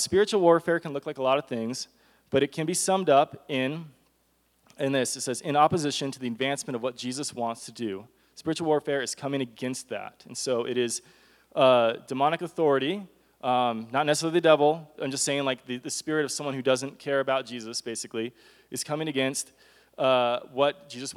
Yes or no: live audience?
yes